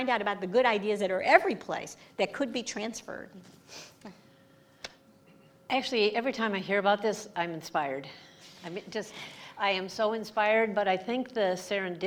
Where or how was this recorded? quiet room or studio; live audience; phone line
live audience